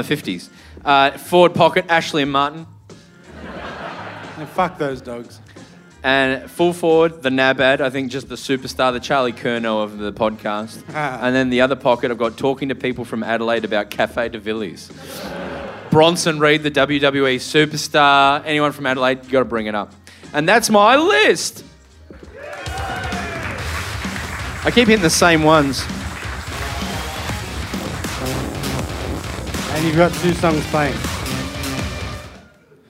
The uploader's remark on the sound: Live From The Rhino Room Adelaide